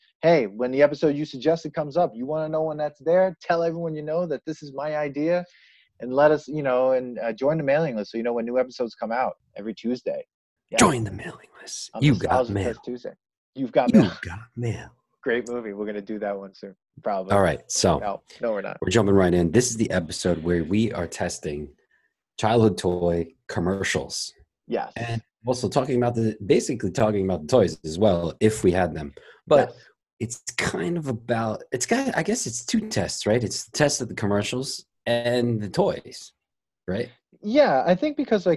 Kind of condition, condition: link, video call